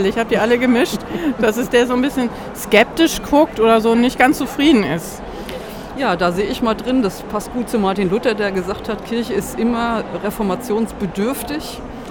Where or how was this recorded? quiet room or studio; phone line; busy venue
busy venue